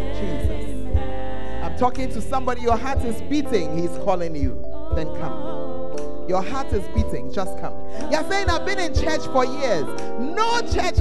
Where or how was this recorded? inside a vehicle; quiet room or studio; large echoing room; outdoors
large echoing room